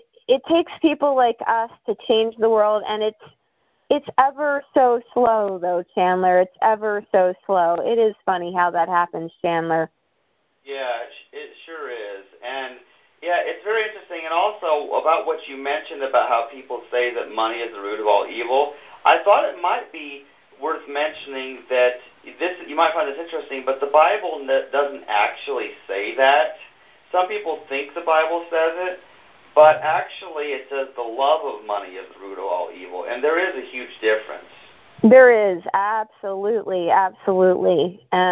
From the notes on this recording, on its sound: This episode is the audio of a conference call over the phone that was recorded some time in August 2018.